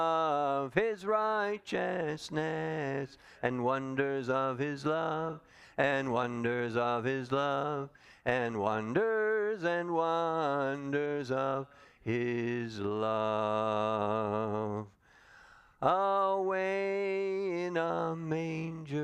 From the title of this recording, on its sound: Calvary Assembly of God live Stream